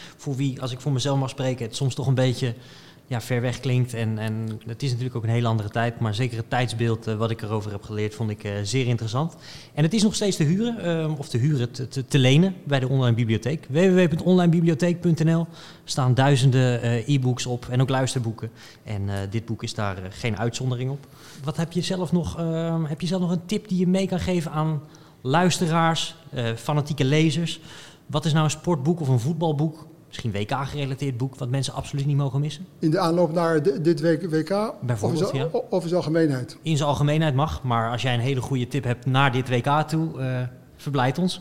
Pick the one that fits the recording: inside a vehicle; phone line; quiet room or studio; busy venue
busy venue